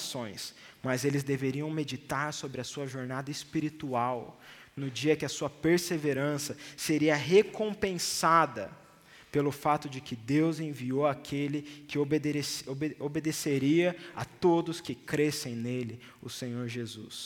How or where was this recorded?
large echoing room